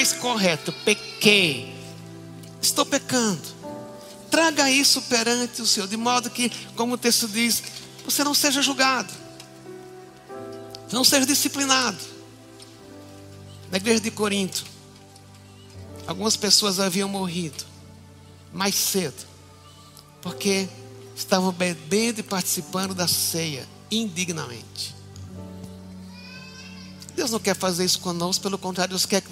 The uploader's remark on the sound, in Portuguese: Culto Ao Vivo